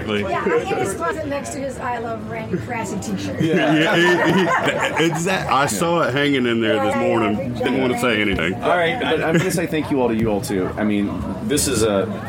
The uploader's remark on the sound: at Kentucky Bourbon Festival